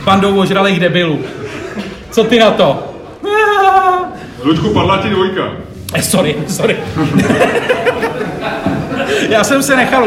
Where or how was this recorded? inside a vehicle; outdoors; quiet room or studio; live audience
live audience